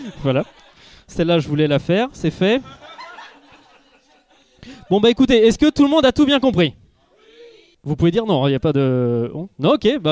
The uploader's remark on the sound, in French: Avant de partir en live. Au public présent pour cette soirée.